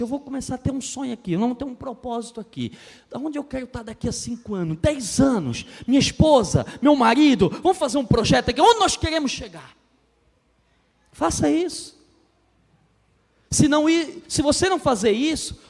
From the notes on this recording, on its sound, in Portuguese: na Igreja ABA Blumenau (Transmitido ao vivo)